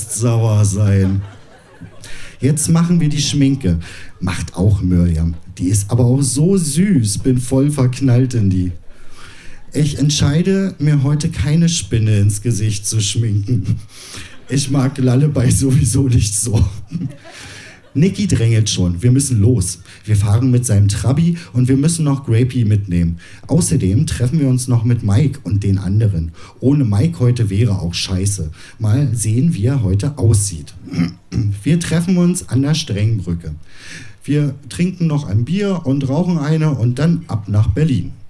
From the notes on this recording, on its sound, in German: Ausschnitte aus der Veranstaltung vom 03.09.2020 im Kulturhaus Insel der Jugend, Berlin. Liveshow am 03.09.2020 im Kulturhaus Insel der Jugend, Berlin. Heißen Dank an das Kulturhaus Insel, unser tolles Publikum.